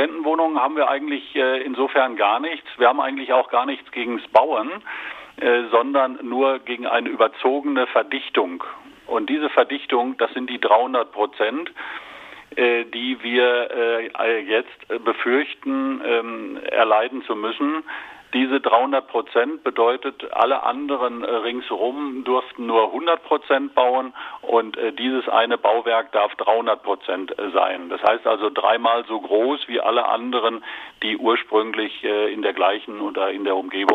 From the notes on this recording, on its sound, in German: Am Telefon.